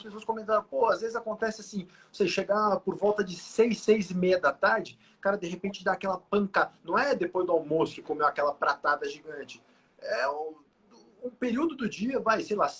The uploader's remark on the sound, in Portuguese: transmitida através de Live no nosso Instagram